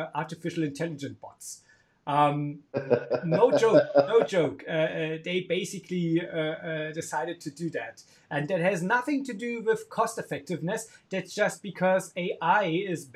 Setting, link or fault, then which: fault, poor sound quality